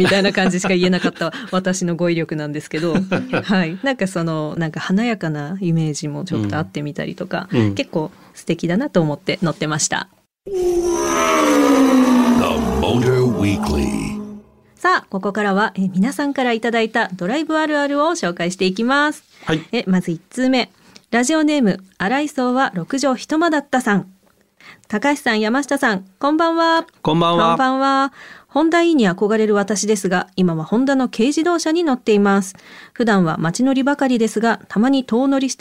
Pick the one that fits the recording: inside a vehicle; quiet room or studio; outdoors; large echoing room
quiet room or studio